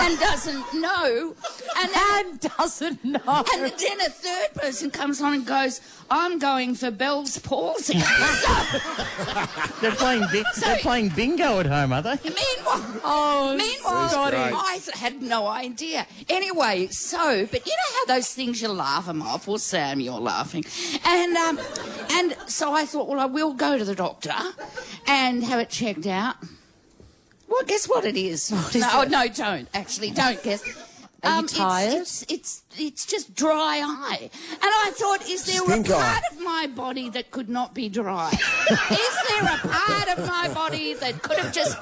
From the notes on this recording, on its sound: LIVE From The Melbourne International Comedy Festival. We’re LIVE from the Melbourne Town Hall for our annual Melbourne International Comedy Festival show!